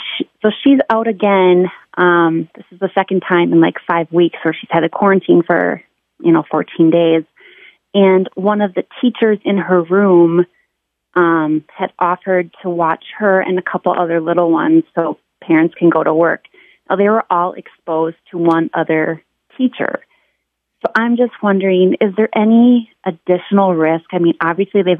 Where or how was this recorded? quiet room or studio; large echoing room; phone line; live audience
phone line